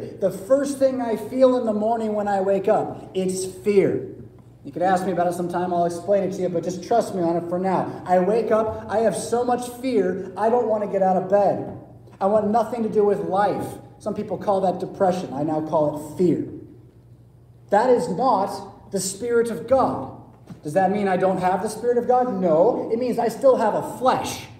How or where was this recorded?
large echoing room